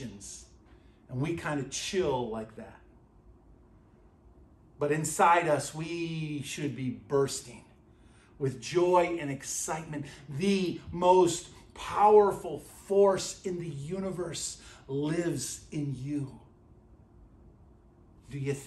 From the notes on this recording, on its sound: at Burlington Christian Church on January 21st, 2024.